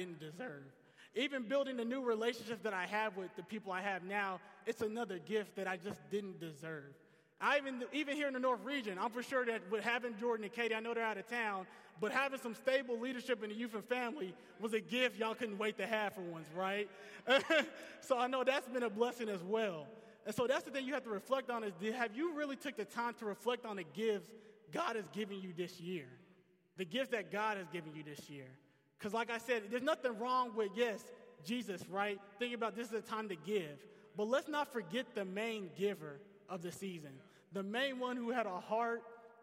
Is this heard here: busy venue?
no